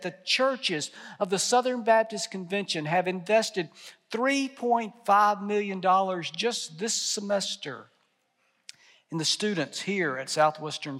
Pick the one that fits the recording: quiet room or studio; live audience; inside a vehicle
live audience